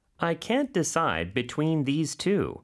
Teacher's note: 물론 연음되는 데는 없지만 다 붙여서 발음이 되고요.